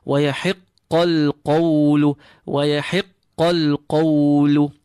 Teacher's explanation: And the ha is clean. Grab a qaf and be careful not to release unnecessary air with the two qafs. Qafs are both completely full.